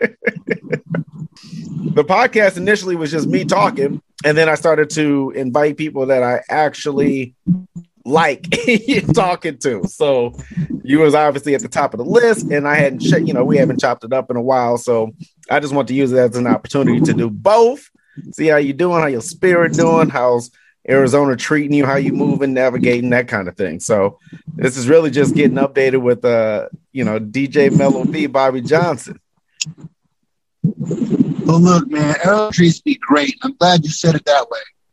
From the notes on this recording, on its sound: while he's driving to California